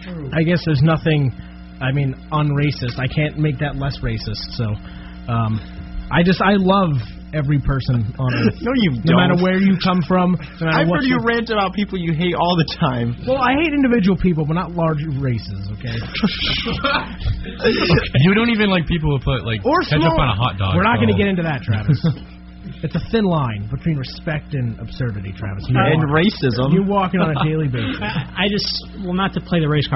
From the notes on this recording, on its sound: We apologize in advance for the low quality audio. There was an error with our recording device.